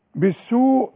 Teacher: ده مد واجب، لازم تمد المد ده ثلاثة واو